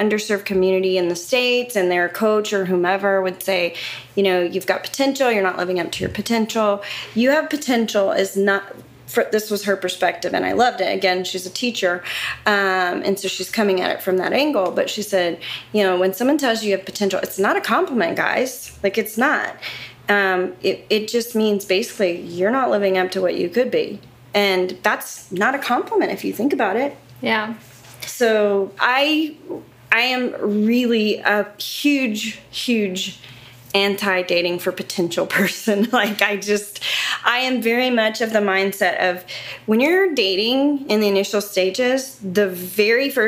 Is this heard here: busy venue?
no